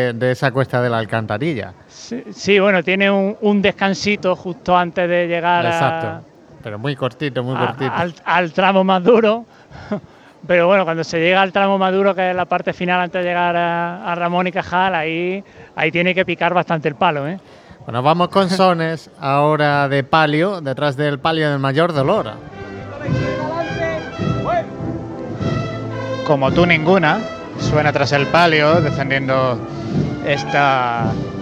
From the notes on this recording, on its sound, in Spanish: Retransmisión en directo del Martes Santo en Jaén en el año 2023.